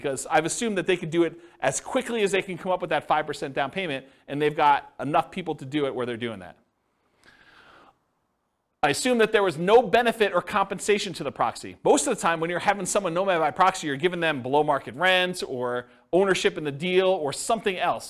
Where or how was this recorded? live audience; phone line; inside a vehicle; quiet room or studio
live audience